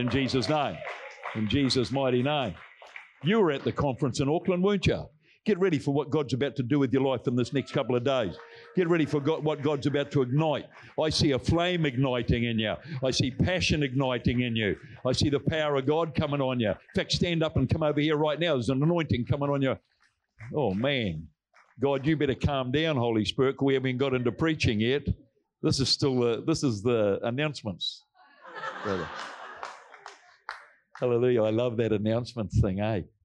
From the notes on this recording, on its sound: Recorded from our Combined Wednesday Night Gathering. Our heart at Celebration Church Rarotonga is that this message will greatly bless your walk with Jesus and help bring you closer to Him.